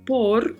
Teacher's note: Por, que é uma preposição, e aí lembrando que o R desse por tem sempre um vibrato, né? Ao final.